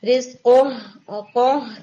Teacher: ہا میں آپ کی تھوڑی نیزل ساؤنڈ چلے گی، رزقہ قہ کر کے نا قہ، میک شور کہ ہا جو ہے وہ پرومیننٹ رہے.